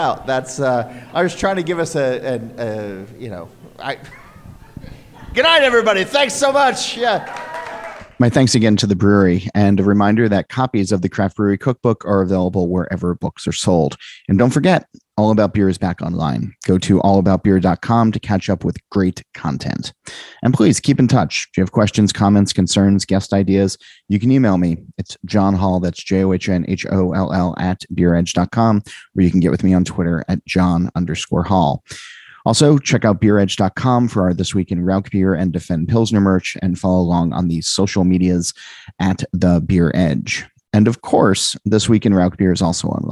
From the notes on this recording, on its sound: Live from Highland Brewing in Asheville, NC. This event was billed as a book signing. We were using hand held mics and as happens sometimes people moved them back and forth, bear with us.